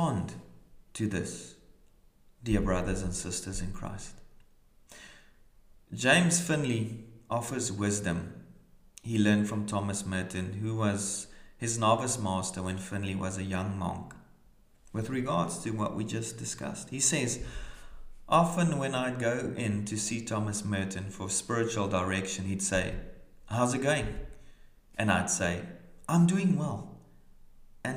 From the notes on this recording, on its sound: Brings today's reflection from Kirkliston Parish Church, Scotland.